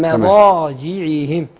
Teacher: الميم رقاقة والضاد مفخمة فما تخليش الضاد تطغى على الميم